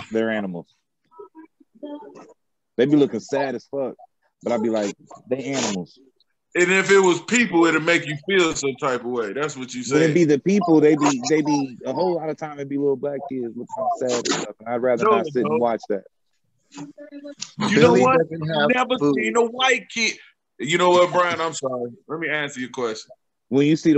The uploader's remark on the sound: We were bored and decided to do a zoom meeting together.